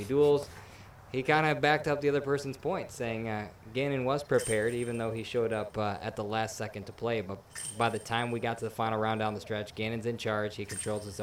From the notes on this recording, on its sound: LIVE at Ledgestone. In the first in-person episode in show history, the panel heads to Lake Eureka's famous water tower.